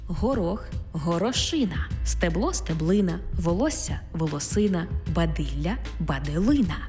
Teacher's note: В іменниках, які позначають одиницю з певної множини, падає наголос на «ина».